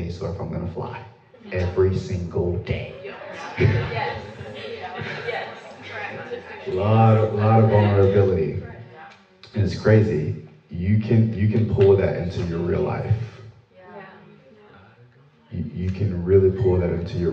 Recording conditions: live audience